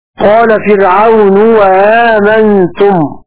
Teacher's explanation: وقرأ قنبل بإبدال الهمزة الأولى في الأعراف واوا لضم ما قبلها